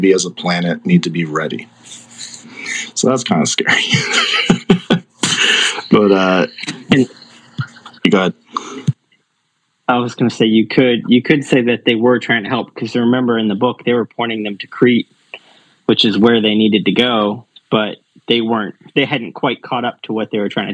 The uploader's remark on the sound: the recording of a Twitter Space